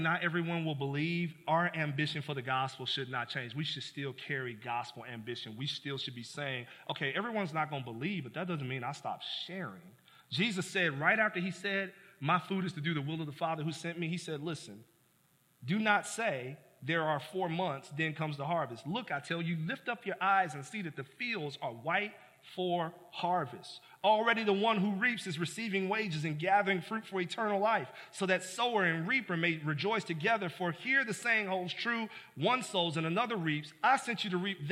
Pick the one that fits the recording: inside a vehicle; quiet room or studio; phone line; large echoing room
large echoing room